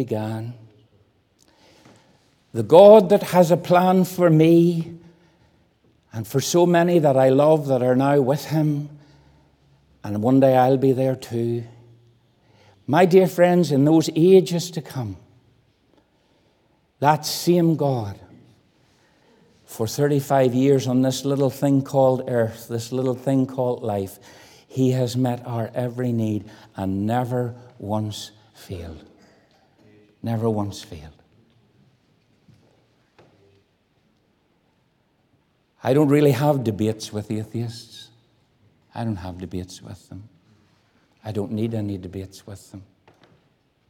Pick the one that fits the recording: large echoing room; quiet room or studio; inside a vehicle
large echoing room